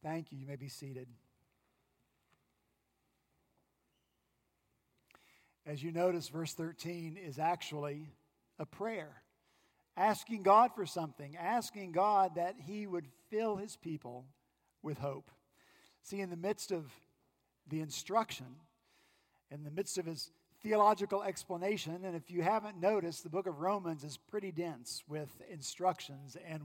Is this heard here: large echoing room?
yes